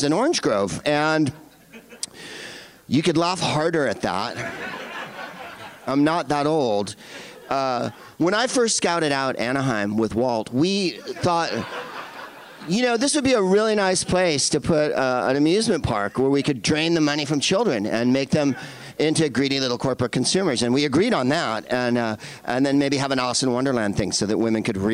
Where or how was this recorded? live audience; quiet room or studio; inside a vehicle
live audience